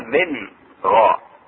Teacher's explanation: إظهار النون الساكنة عند الغين